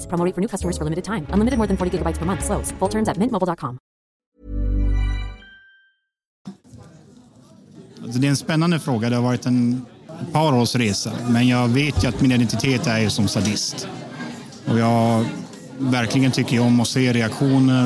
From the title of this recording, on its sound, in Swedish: Special från erotikmässan Kink Bash!